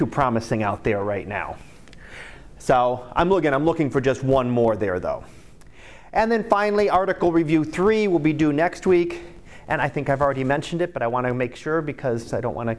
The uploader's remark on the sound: Live Class Lecture